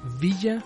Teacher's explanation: La V es un sonido, es un sonido labiodental, es decir, que los dientes muerden el labio inferior